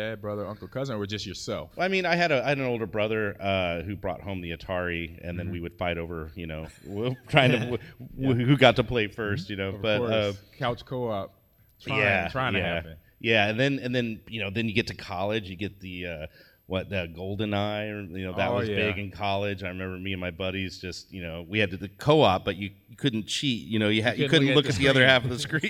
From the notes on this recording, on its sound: Live from the Fan Expo in Chicago